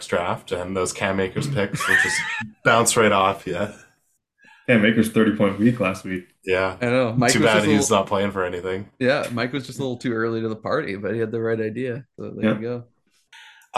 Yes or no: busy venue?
no